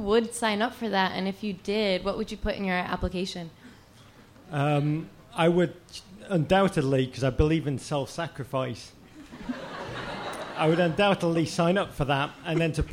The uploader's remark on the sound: Ask Roulette is a conversation series in which strangers ask each other questions on stage. Excerpt is from our November regular show at Housing Works Bookstore. House band. Some audience members.